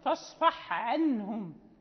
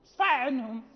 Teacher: فلا بد من النطق بالحاء الساكنة ثم العين · Shown in: first take · خصوصا العين، لأنها يعني مقاربة لها جدا، بل معها في المخرج